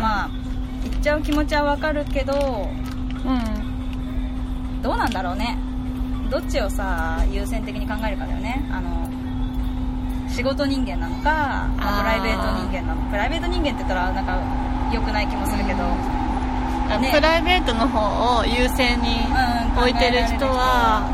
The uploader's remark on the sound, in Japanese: 外収録！屋上かまたえん